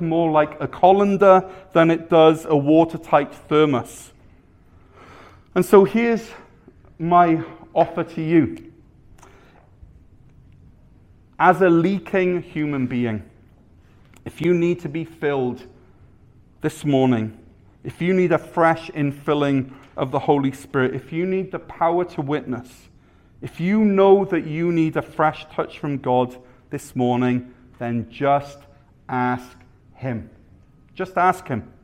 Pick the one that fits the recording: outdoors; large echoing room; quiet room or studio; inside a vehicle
large echoing room